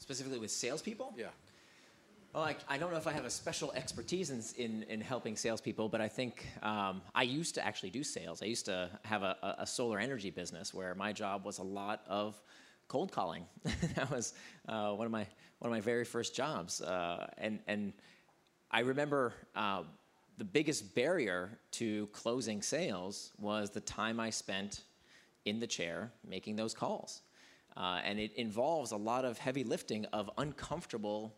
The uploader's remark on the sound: LIVE from FCNY 2019. Recorded live at the Fast Company Innovation Festival.